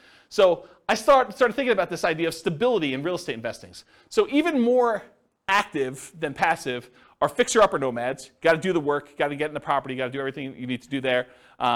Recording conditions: live audience